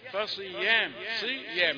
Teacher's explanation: الصاد مفخمة في الدرجة الخامسة هتريحها. فصيام لو كان في تفخيم قوي كان ممكن يتعب شوية.